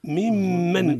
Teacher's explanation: الميم مشددة إظهار الغنة فيها